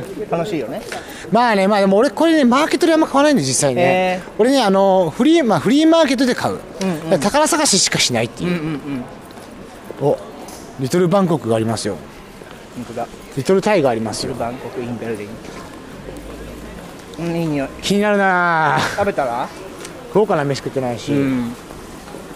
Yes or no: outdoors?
yes